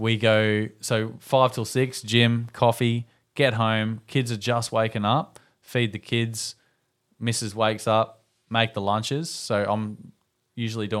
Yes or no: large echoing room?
no